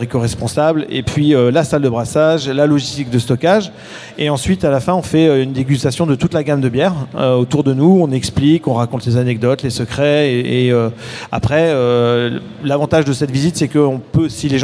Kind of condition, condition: setting, live audience